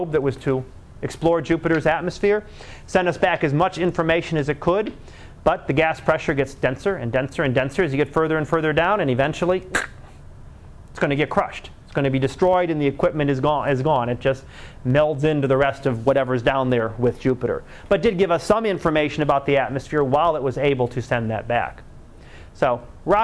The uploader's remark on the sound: Live Class Lecture